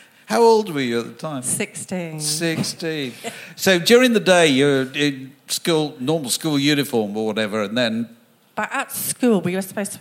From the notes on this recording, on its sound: a live podcast recorded at London’s 21Soho